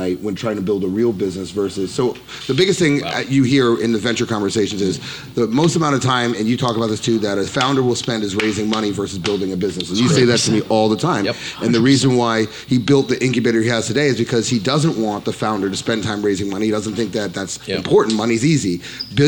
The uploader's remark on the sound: A Fireside Chat At SXSW